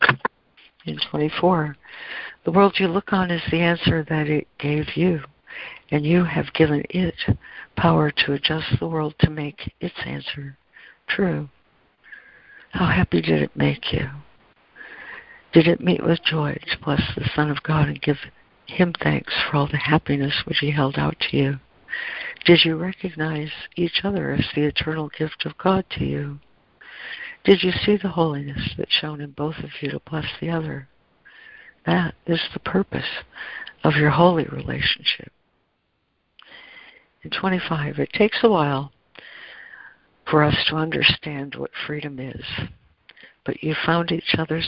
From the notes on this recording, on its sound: ACIM Daily Conference Call